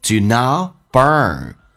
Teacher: Do not burn fire outside,意思是 burn 燃烧，不要在外面点火，烧火的意思。来体验一下，do not 打开自己的口腔，有 o 到 r 的一个转变，慢慢打开。do not t 去掉，这叫略音，后面是以辅音开头，所以 t 可以不发音